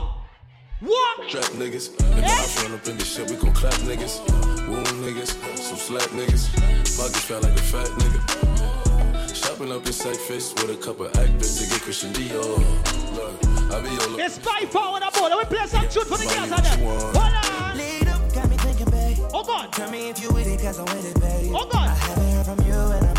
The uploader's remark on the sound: BYFARONABOAT3 EVENING BOAT LIVE AUDIO